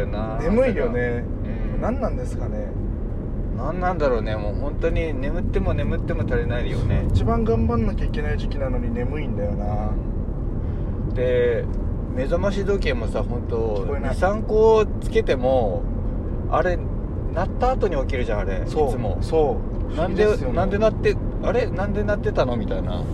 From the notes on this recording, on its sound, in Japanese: 早朝ドライブで、無駄なはなし。今回は初となる早朝収録。